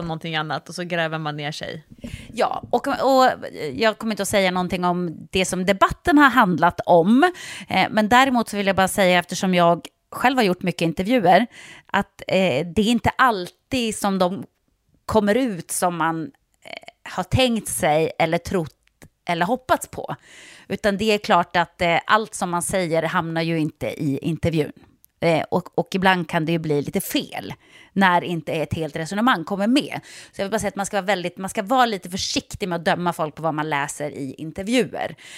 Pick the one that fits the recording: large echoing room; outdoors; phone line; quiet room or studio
quiet room or studio